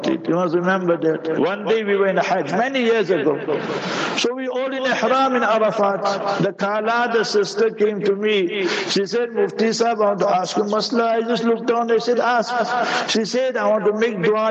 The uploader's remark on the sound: Jumah Lecture at Rainbow Masjid